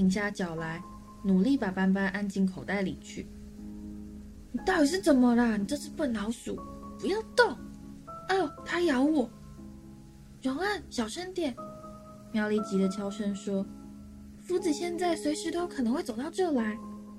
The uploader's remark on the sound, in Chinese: 這集錄音的時候不小心用到內建麥克風。已經盡量修雜音和調音量，音質可能會比以前差一點。